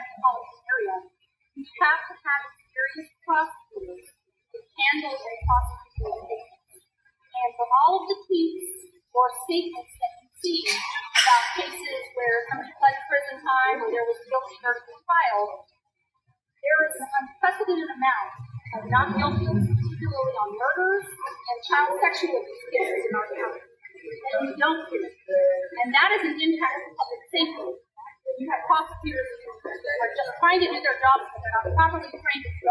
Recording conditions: poor sound quality